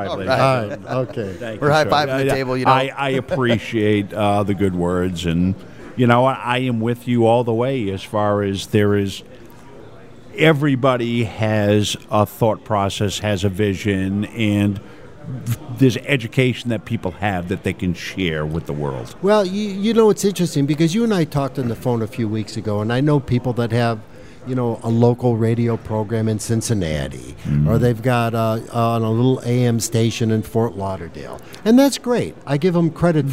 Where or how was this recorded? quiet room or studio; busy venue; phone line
busy venue